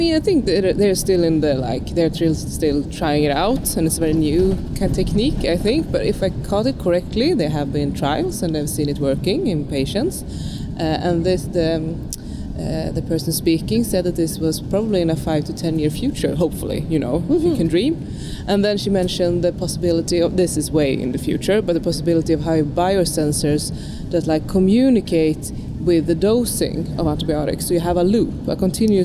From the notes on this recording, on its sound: Live from ECCMID23! In Copenhagen at the European Congress of Clinical Microbiology and Infectious Diseases.